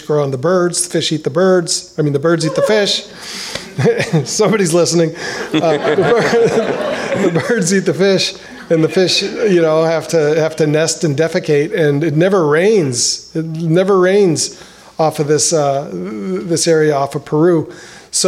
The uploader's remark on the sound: This live edition of the podcast was recorded from the Fish Tales event